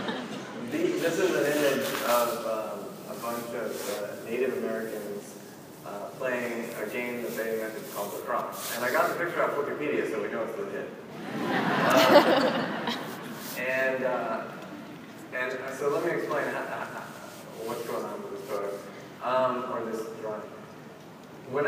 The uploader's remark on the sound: opening keynote at #PRSAIcon